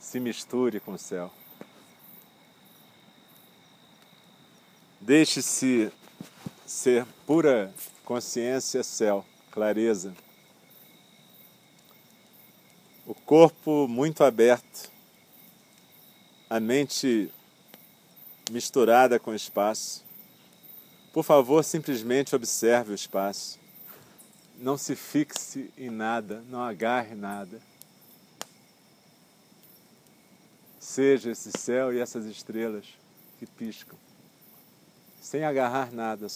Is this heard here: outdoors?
yes